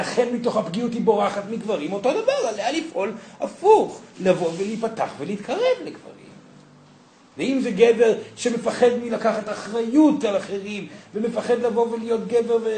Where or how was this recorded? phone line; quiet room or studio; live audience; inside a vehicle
live audience